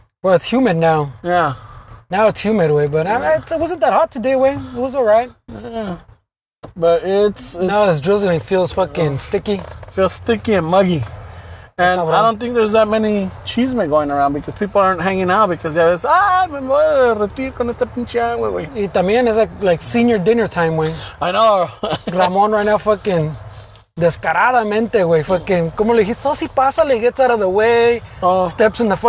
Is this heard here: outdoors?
yes